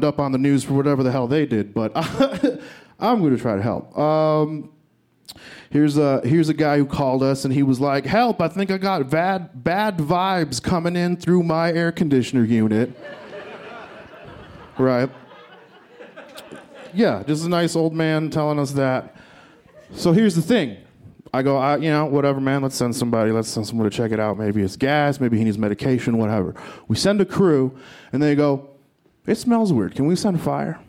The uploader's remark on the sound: This story was recorded live at Buntport Theater